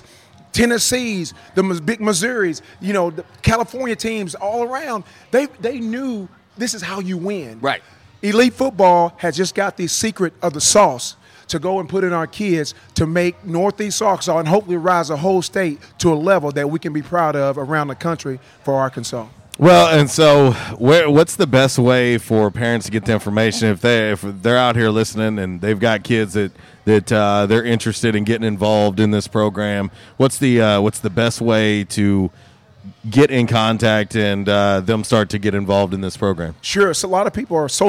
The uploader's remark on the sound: LIVE from J'Town's Grill.